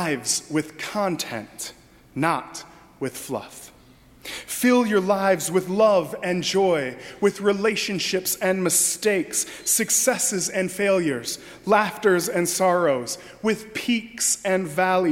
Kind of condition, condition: setting, large echoing room